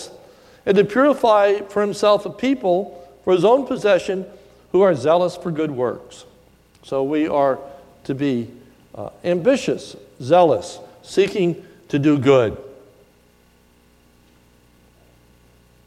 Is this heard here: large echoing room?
yes